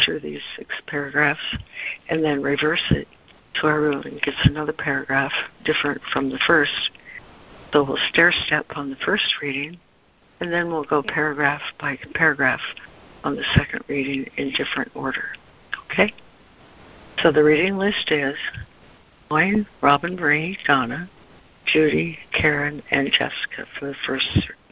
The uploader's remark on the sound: ACIM Daily Conference Call